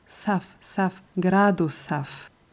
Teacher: bei der Aussprache von Gradusaf achtet bitte darauf, das S stimmlos auszusprechen